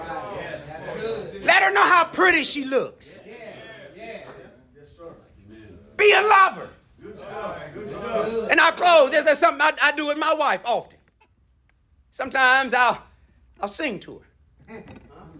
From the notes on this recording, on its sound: addresses a group of men during the breakout sessions of the 2023 Building the Bridge Conference held at Royalwood Church, Houston, Tx.